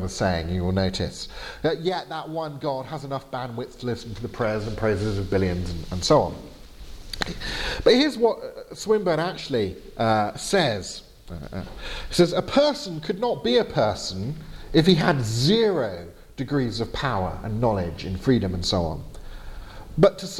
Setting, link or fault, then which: setting, large echoing room